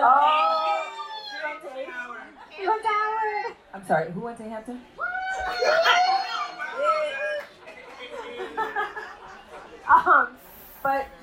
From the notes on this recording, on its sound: Please excuse any background noise as this is recorded live and we do our best.